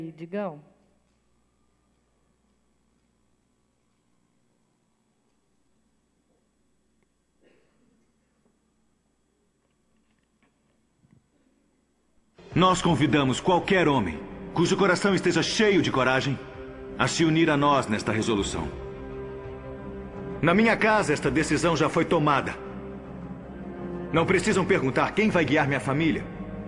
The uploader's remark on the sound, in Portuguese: Gravado ao vivo na Igreja Presbiteriana Central de Cascavel.